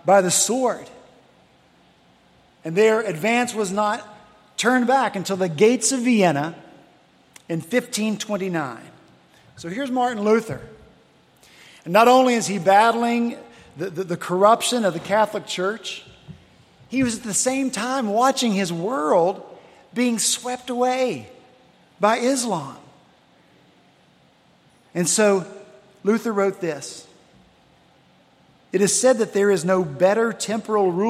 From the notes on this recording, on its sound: at Redeemer Presbyterian Church in Charleston, SC